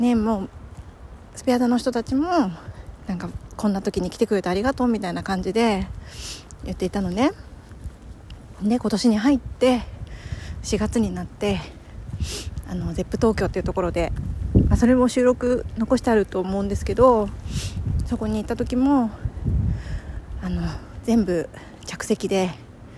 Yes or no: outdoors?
yes